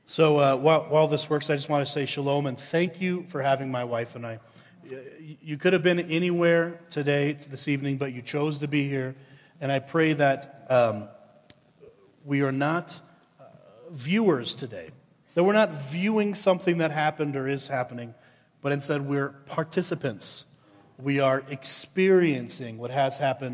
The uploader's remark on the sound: Woodland Life Church Live - 2022/04/16 - Audio